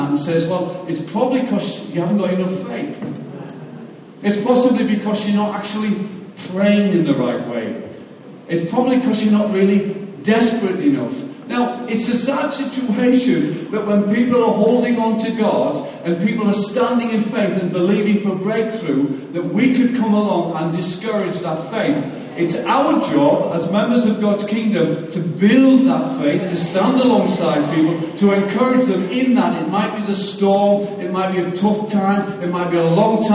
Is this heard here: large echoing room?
yes